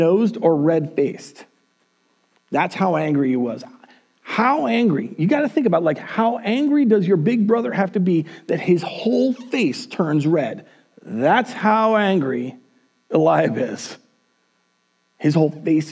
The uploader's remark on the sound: At Word of Life Church in Le Sueur, MN.